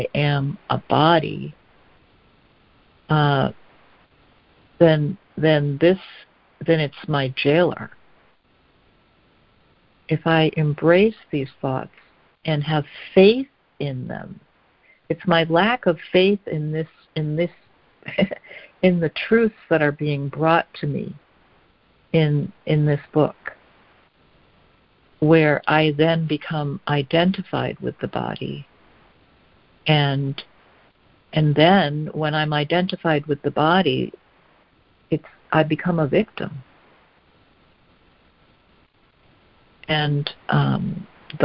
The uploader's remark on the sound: ACIM Daily Conference Call